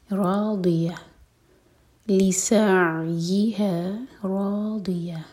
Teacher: زبان کی سائڈ سے پڑھیں روضیہ. تہ مربوطہ پر رکیں گے تو یہ چینج ہوگا ہا میں اور اس کو ساکن کیا جائے گا اور آخر میں ہا کی آواز کلیئر آئے.